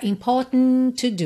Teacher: É uma pronúncia comum, especialmente entre britânicos, mas não só, que esse A não apareça, não venha para fora.